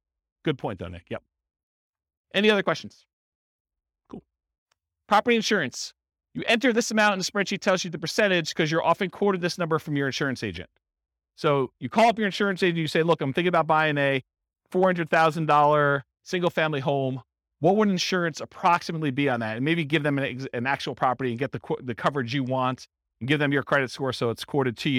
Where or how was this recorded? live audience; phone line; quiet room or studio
live audience